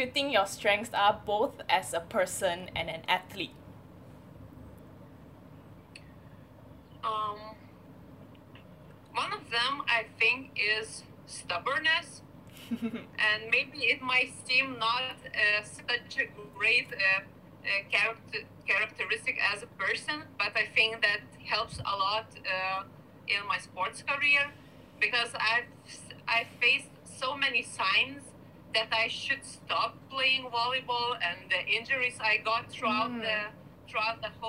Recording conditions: poor sound quality